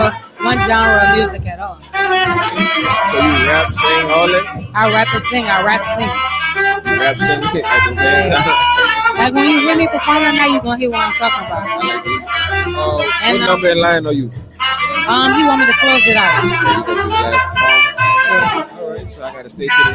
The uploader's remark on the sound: MillionViewzPodcast Live from YP Movement/97.7FM Radio Who's Hot Artist Showcase. Live on location from Floating Island in East New Orleans.